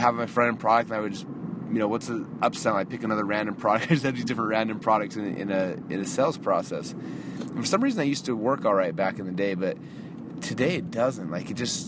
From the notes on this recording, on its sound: I am actually driving home from the airport right now.